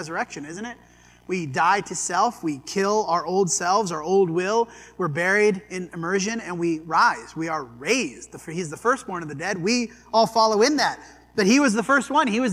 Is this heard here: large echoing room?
yes